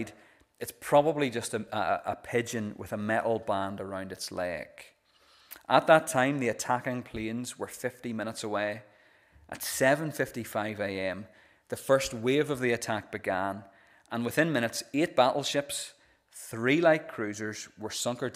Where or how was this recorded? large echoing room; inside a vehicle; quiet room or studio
large echoing room